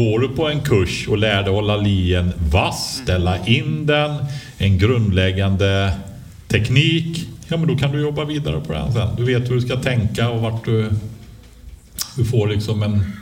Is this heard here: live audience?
yes